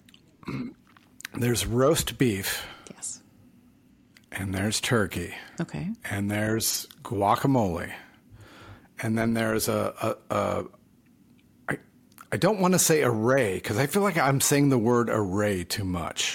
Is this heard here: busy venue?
no